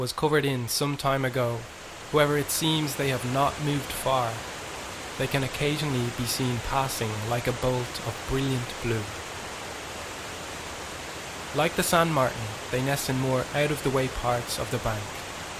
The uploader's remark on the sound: The River Dodder Soundwalk. A soundwalk of the River Dodder in South Dublin.